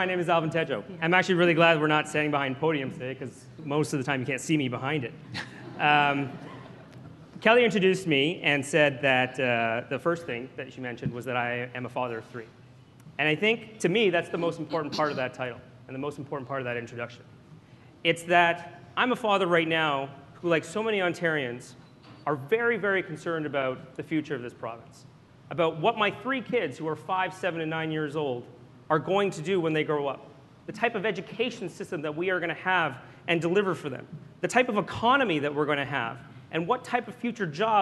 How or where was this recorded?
live audience